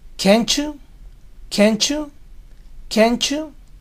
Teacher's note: el you tiene el privilegio de poder pronunciar la T final de can't